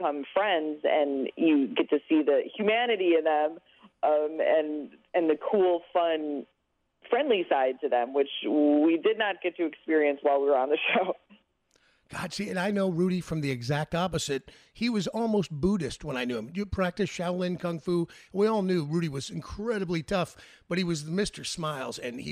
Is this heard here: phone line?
yes